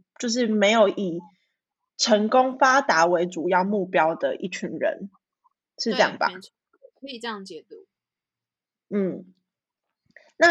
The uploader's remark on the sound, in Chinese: 遠端錄音可能會有1至2秒回應誤差時間。我們會想辦法克服技術問題，帶來更好的節目品質。